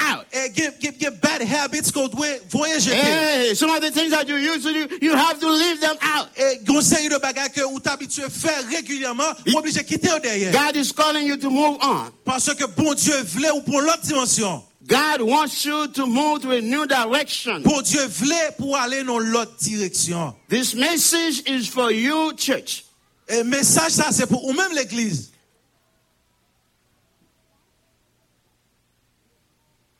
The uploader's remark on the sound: Sunday Service Live